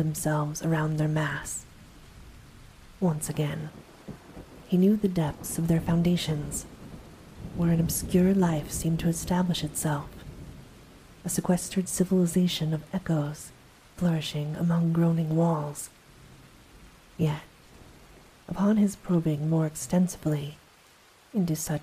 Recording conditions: sounds in the background